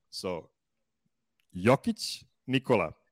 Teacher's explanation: O reads the same in Jokic and in Nikola, and it is a short vowel.